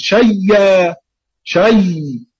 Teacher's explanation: نبدل الهمز ياء ثم ندغم الياء في الياء تقول شيء شيء. · Term: الإبدال مع الإدغام